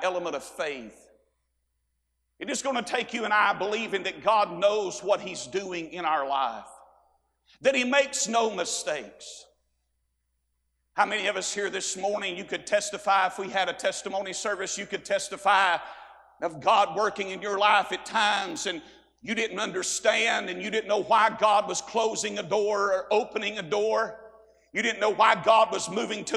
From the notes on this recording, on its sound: A sermon preached Monday Morning during our Spring Jubilee